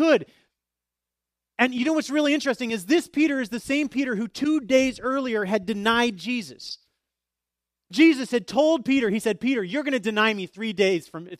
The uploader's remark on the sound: Easter message delivered during the Contemporary Worship service.